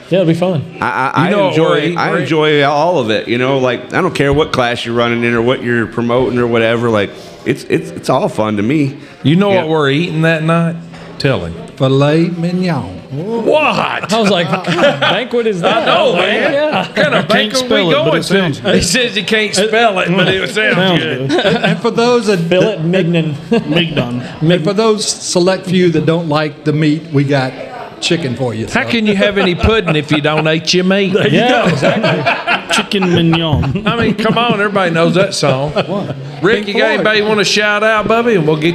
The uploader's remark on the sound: LIVE from the Brickyard Cafe.